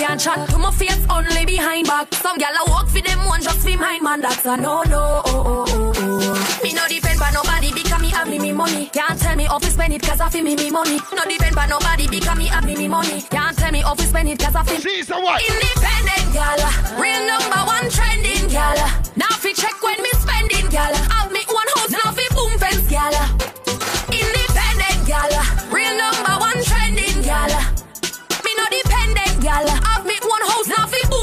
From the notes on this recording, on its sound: WE OUTSIDE SUNDAY'S (DAY PARTY) AT ROYAL CAFE. MADD JUGGLING FROM BOTH SOUNDS ..